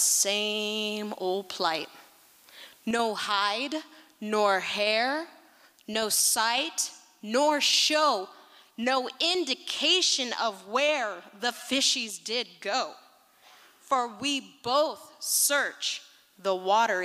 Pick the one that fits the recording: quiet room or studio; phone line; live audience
live audience